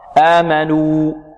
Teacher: يضم شفتيه في الواو ويأتي بها واو خالصة